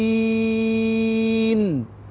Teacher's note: يا مد عارض للسكون 2 أو 4 أو 6 حركات